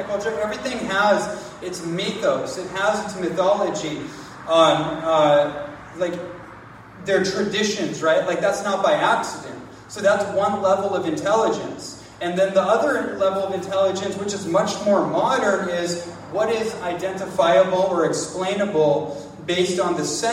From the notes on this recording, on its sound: live presentation on the island of Kauai